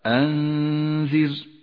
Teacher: حكم الإخفاء في كلمة أنذر أنذر النون ساكنة وبعدها حرف الذال نخفي النون بالذال مع بقاء غنة للنون ومن غير تشديد